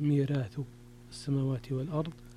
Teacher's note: ميراث أيضا فيها ترقيق الراء لورش، لأنها جاءت بعد إيش؟ يا. بعد الياء